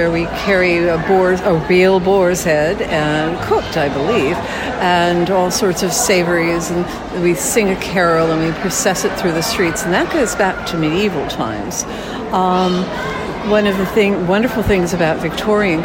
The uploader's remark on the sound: 2022 Season Kickoff from the Great Dickens Christmas Fair. A return to a beloved Bay Area tradition.